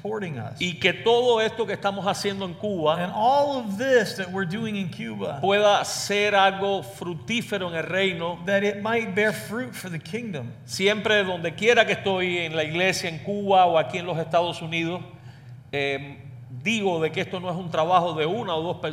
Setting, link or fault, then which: setting, large echoing room